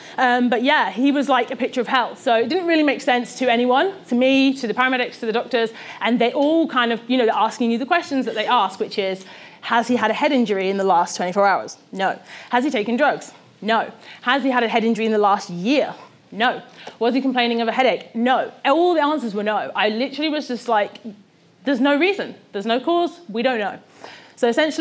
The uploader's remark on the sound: This talk was recorded at Vevolution Topics: Health and Wellbeing 2018